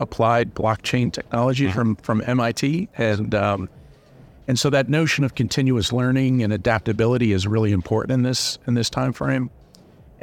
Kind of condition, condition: setting, busy venue